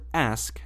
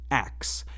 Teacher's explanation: some people pronounce the word ask as ax, inverting the K and S sounds · Term: metathesis